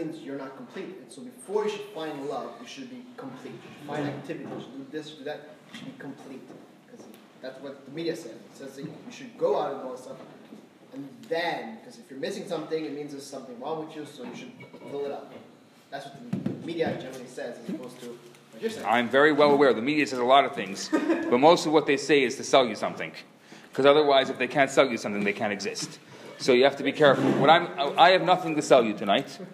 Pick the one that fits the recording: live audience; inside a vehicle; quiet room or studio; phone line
live audience